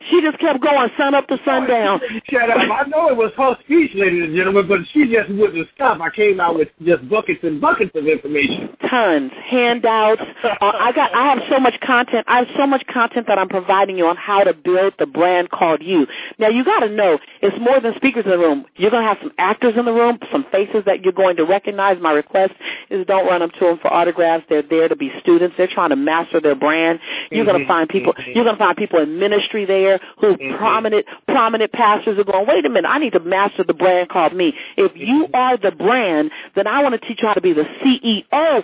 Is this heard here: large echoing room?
no